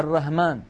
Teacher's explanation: كثير من الإخوة العجم ليس عندهم حرف الحاء نعم. بعضهم يبدله هاء